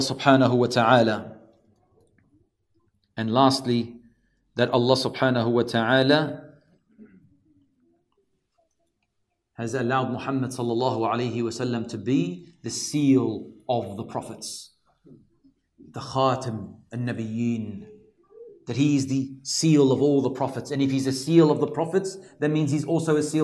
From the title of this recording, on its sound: LIVE from ASWJ Auburn